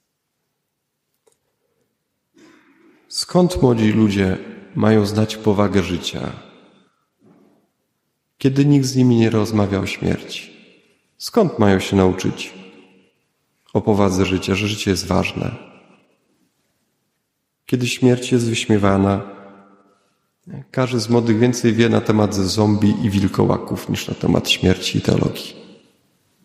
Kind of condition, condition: setting, large echoing room